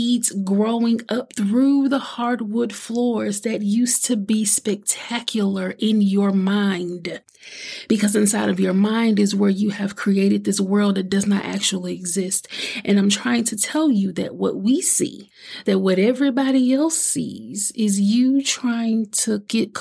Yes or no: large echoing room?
no